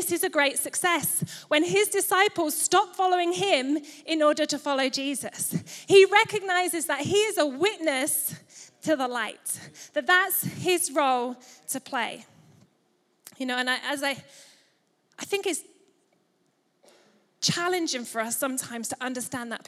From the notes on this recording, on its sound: Recorded live at Life Church Lancashire